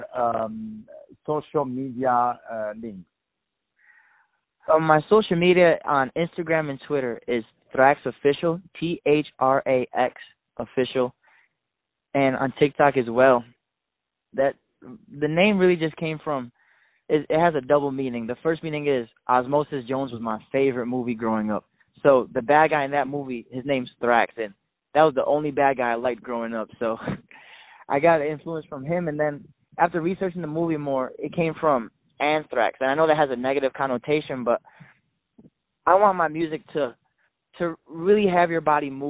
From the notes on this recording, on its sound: On the phone